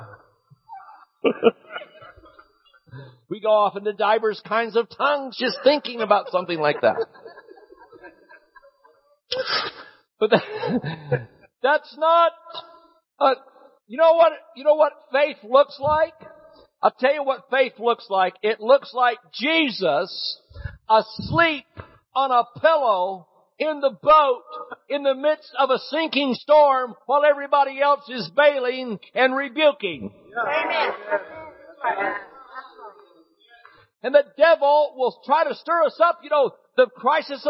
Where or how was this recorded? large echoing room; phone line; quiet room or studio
large echoing room